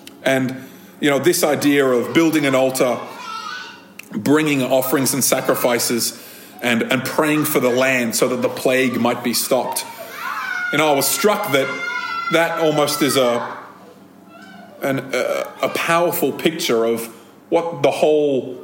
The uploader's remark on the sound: This episode of Thrive Community podcast was recorded at a Thrive Community gathering on 21st January 2023.